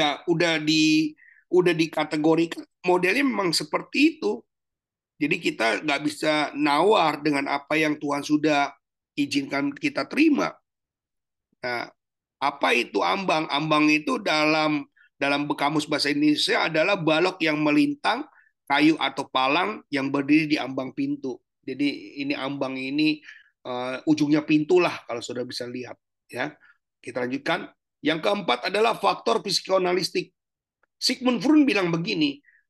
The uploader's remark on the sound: Zoominar